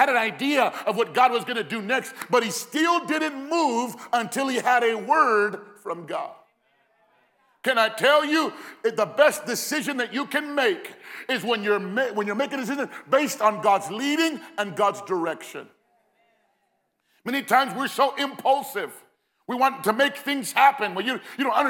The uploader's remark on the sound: Recorded live at Phoenix First Apostolic Church.